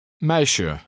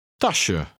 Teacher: The ending SJE has an unstressed sh sound, somewhat like the beginning of the word Shetland.